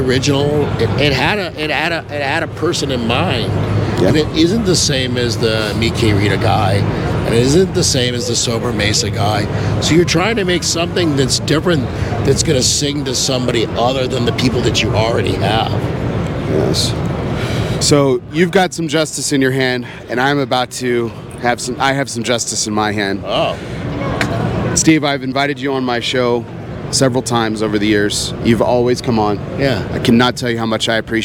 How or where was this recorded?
busy venue